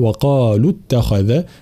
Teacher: ترقيق التاء وتفخيم الخاء